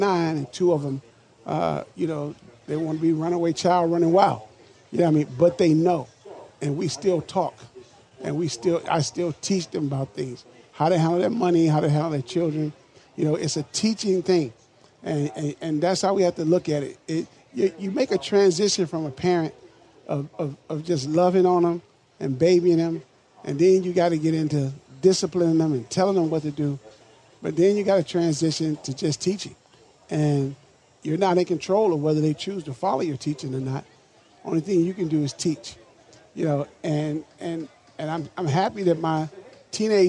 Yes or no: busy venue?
yes